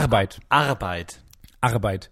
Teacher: da hat man das gutturale R noch mit drin